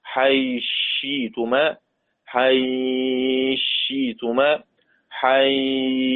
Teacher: الثاء أصلها مضمومة طبعا قبلها ياء لين، قصر أو توسط أو إشباع مع الإدغام المحض